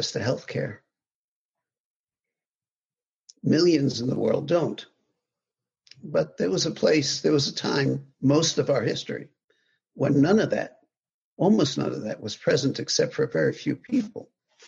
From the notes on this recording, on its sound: Via Zoom from his home.